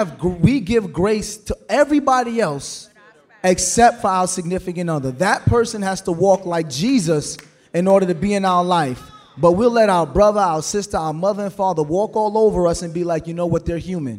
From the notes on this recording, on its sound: LIVE at The Buckhead Theatre in Atlanta, GA.